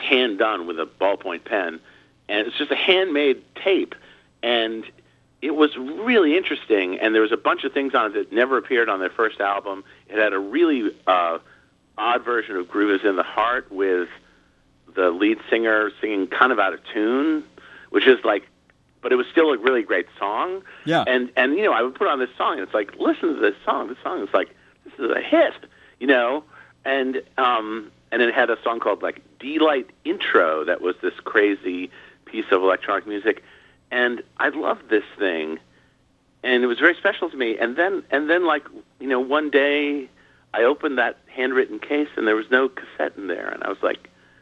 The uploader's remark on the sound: called in for a chat